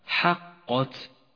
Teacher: جاء حرف القاف متوسطا بين حرفين مرققين وهو حرف مفخم